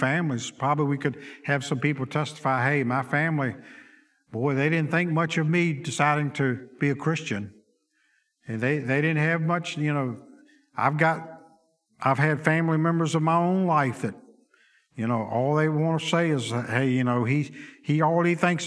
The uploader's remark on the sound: Sunday school lecture